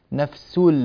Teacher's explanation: تملك نفس لنفس هنا بعض الناس يقول نفس لنفس فيبين النون وهذا تنوين جاء بعده لام تنوين بعده لام هذا إدغام بغير غنة إدغام يعني يدخل الحرف الأول في الحرف الثاني بغير غنة يعني